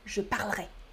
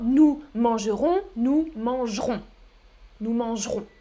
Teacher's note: on supprime le E de la prononciation. Le E disparaît, ok Je parlerai.